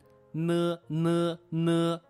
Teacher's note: 它的舌位呢是舌尖依然抵住我们上牙齿、牙床、牙根。